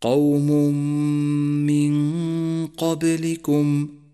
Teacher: النون الساكنة وبعدها حرف القاف، والواجب هنا أن نخفي النون الساكنة بحرف القاف مع بقاء غنة زمنها حركتان لحرف النون من غير تشديد لحرف القاف · Term: الإخفاء